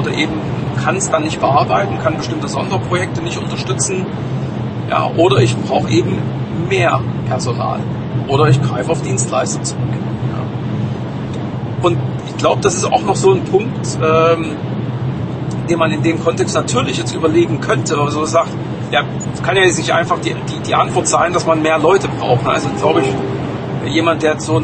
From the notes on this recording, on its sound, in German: Auf dem Weg zurück von einem Kundentermin. On the Road - deswegen auch mit etwas Hintergrundgeräuschen.